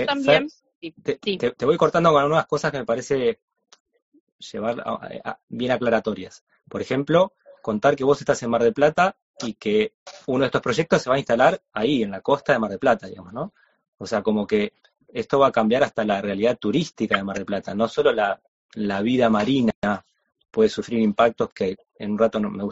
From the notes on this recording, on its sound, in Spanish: Audio de la charla en vivo por Instagram